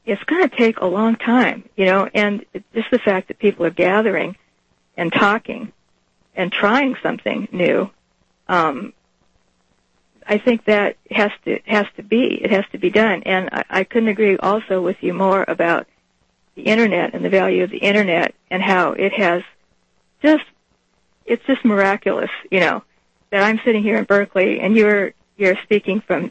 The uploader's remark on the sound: We take your calls with wide-open phone lines.